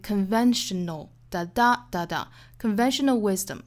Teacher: Conventional 这个词它的重读音节是在第二个音节上，是在 ven 这个位置